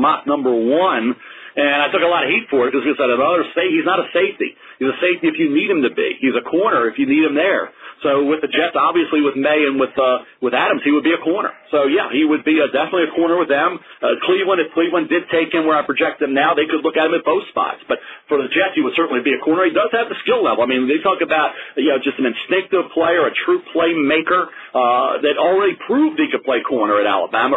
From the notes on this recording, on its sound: NFL Draft Conference Call.